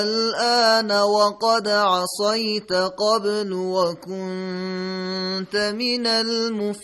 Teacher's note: خب کلمه اول کلمه الآن، حرف مد بلا فاصله سکون ذاتی، یعنی سکونی که متعلق به خود حرف لام هست و بر اثر وقت بهش عارض نشده، میشه مد لازم که مقدار کششش هم 6 حرکته